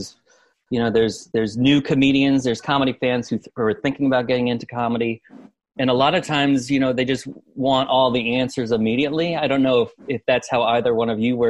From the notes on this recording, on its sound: sat down with me on Zoom